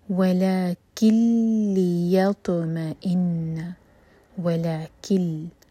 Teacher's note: ادغام بغیر غنہ کے، تو نون کا ساؤنڈ بالکل نہیں آئے گا، کاف کو لام سے ملائیں گے